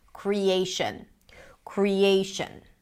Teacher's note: So it's going to be longish, but not as long as the A, crie. And then the final syllable is reduced, a schwa · Term: weak